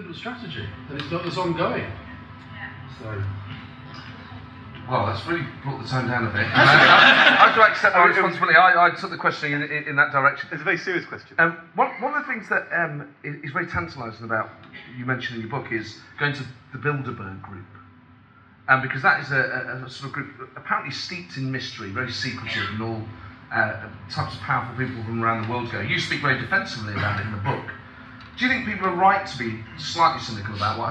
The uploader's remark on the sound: Christmas Special political party with on stage guests